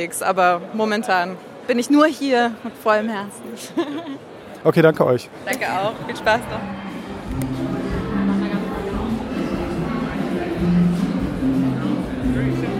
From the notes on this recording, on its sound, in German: Auch dieses Jahr haben wir wieder ein bisschen auf dem Hauptfestival aufgenommen und geben euch in der letzten Folge des Jahres einen kleinen Eindruck von der Comic Invasion 2018.